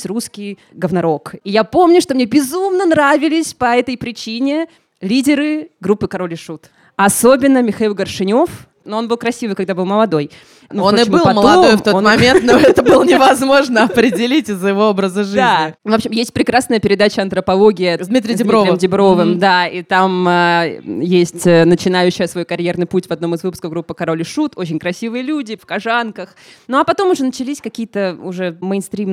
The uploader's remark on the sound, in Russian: Live в «Ровеснике». В этом эпизоде, записанном вживую на сцене бара «Ровесник».